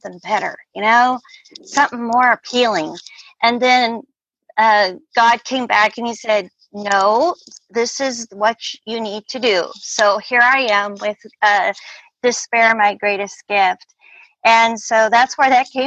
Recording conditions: video call